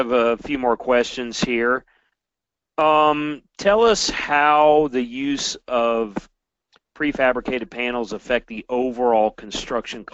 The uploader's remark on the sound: This is an audio version of the FGI webinar.